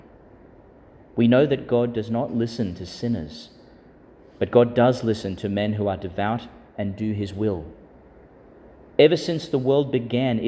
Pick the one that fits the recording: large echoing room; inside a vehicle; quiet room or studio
large echoing room